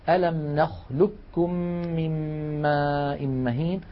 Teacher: ألم نخلقكم من ماء مهين، ننطقه بكاف مشددة · Term: إدغام القاف الساكنة